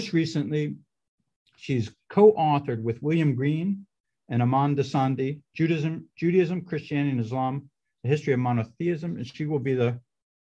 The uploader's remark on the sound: A webinar conversation